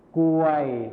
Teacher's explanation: ก็คือคำควบกล้ำที่เป็นรอเรือหายไปนั่นเองนะครับ